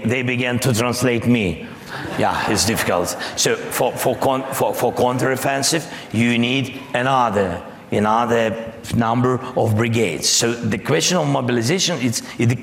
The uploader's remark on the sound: on stage at the Munich Security Conference